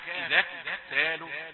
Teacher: كاف مهموسة ولا تجعلها قلقلة